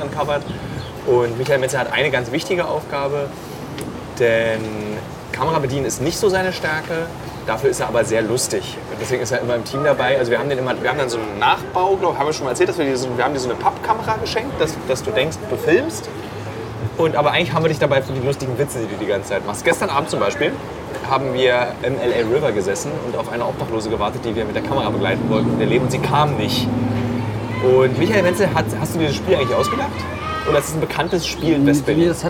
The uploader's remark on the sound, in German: live aus Skid Row, einem Slum in LA